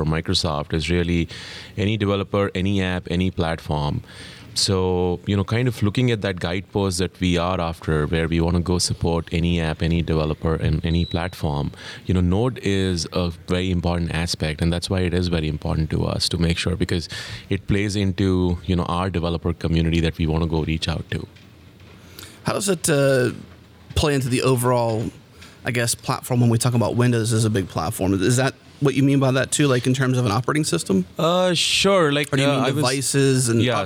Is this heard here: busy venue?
yes